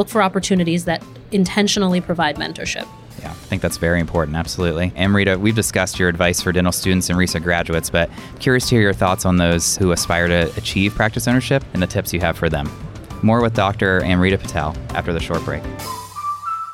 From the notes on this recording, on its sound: taped live at the Greater New York Dental Meeting in Manhattan